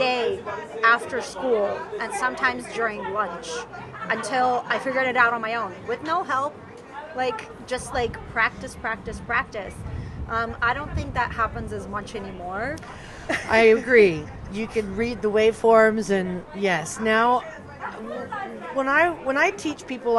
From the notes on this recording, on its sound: Chats with 2 guests. Recorded live from a Le Selva (USA) event in San Antonio, Texas.